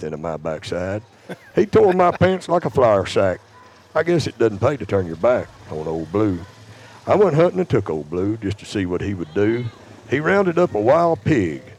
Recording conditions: outdoors